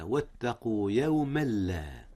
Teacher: وهو إدغام بدون غنة، حيث أدغم التنوين في اللام، واللام ليس من حروف الغنة